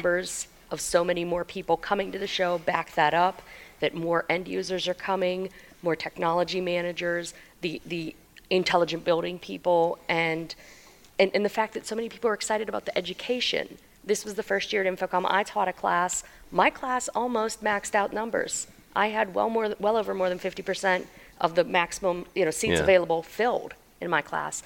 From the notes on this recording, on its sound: our conversation from the InfoComm 2013 floor (well, close enough tot the floor)